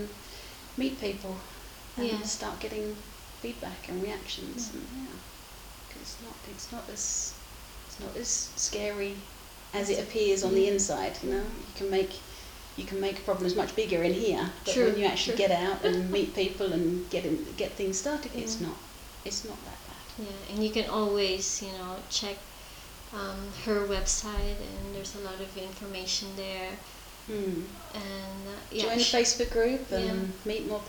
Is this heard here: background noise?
yes